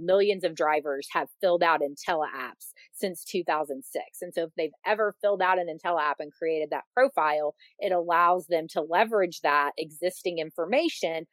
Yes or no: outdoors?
no